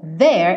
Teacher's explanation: there é o som do v, v, v. Tem som, tá? Tem vocalização. V. E o nothing, não tem.